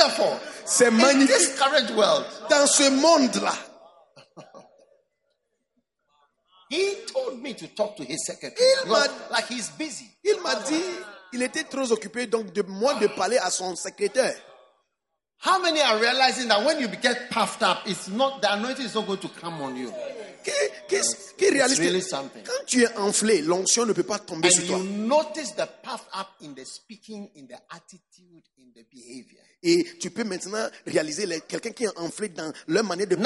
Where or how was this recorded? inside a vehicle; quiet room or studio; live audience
live audience